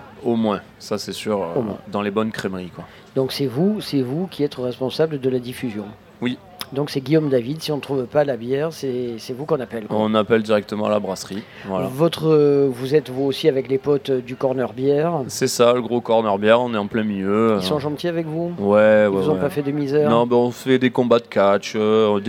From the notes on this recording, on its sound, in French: Radio Grenouille au Street Food Festival 2022. Rencontrez les participants du Street Food Festival 2022.